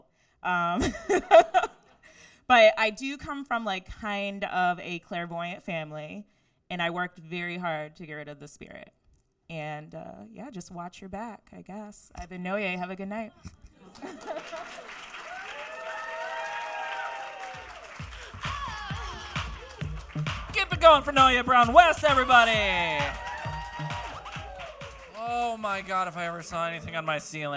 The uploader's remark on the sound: Comedians with Ghost Stories LIVE! from Caveat in NYC. From our live show.